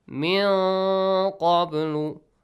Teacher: nun sakin plus qaf, ikhfa, again, hide the sound.